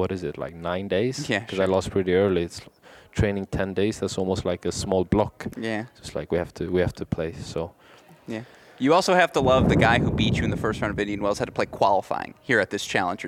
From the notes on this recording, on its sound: Arizona Tennis Classic Press Row. Recorded live at the Arizona Tennis Classic.